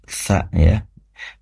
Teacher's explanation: Ujung lidah nempel ke ujung gigi seri atas.